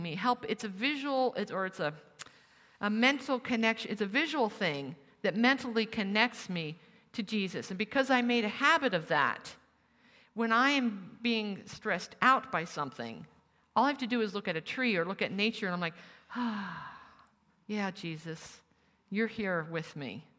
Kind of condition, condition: setting, live audience